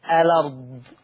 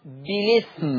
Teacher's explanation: نقل بشيل الهمزة وانقل الحركة إلى الساكن قبلها · Term: النقل